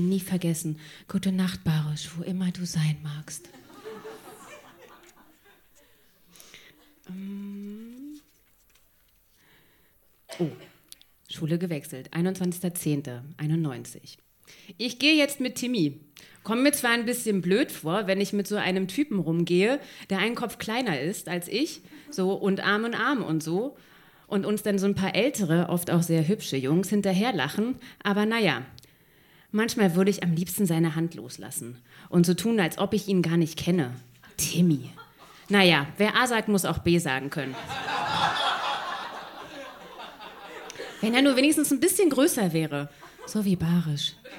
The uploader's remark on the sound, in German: Ausschnitte aus der Veranstaltung. Im Monarch, Berlin Auswahl der Beiträge von der „texte von gestern“-Liveshow. Heißen Dank an den Monarch, unser tolles Publikum.